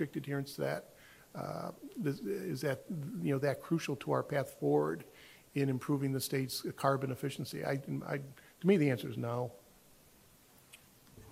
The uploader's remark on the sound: The first panel discussion from Empire Center's energy event.